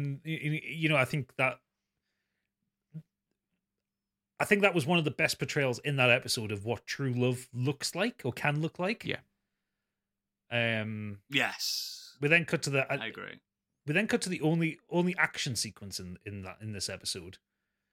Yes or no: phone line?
no